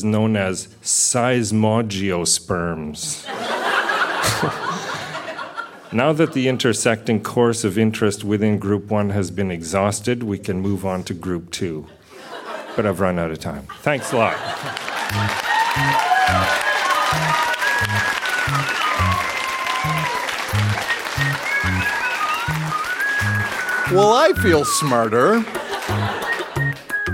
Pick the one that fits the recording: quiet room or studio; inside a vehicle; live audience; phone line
live audience